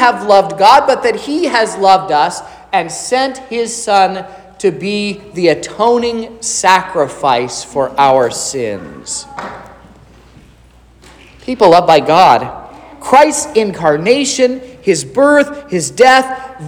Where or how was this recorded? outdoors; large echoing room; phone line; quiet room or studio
large echoing room